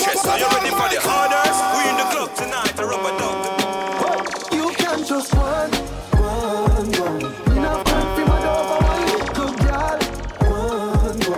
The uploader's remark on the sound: LIVE AT ISLAND SATURDAYS ON OCT 12TH